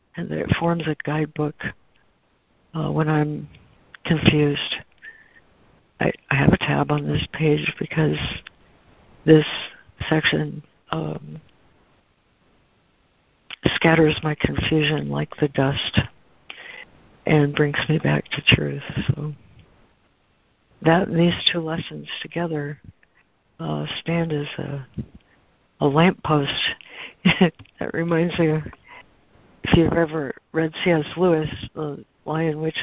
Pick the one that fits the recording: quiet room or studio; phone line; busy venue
phone line